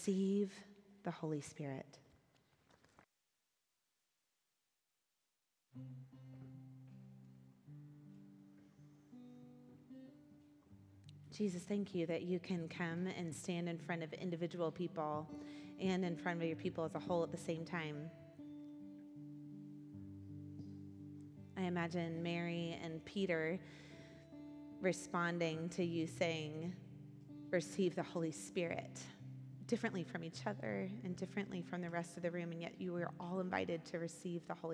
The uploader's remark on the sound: Recorded at our Sunday gathering on April 9th, 2023 in Port Orchard WA.